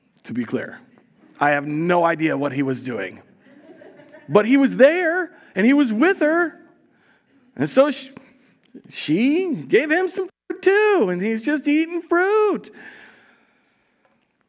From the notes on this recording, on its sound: Recorded live at Word of Life Church in Le Sueur, Minnesota, on January 8, 2023